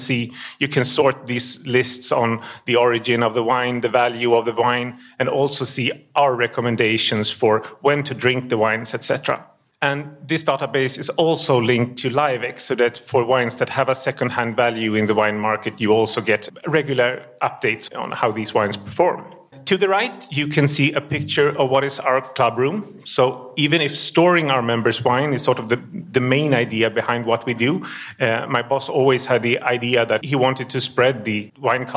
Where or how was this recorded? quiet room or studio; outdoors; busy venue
busy venue